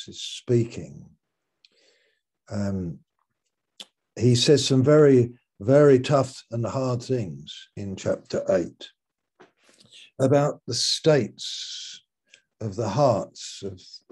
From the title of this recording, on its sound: Malaysia Meets (Zoom)